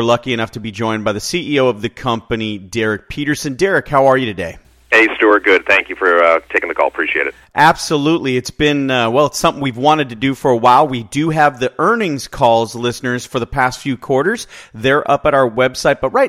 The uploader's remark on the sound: called in to SmallCapVoice